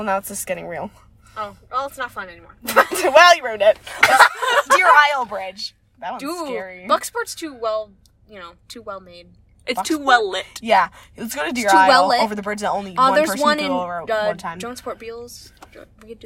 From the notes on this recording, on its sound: Pizza Hut Parking Lot. A late night, spur of the moment episode recorded in a parked car on voice memos in the parking lot of a Pizza Hut.